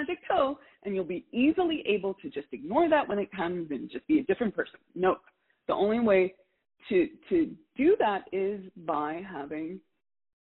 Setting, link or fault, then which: link, phone line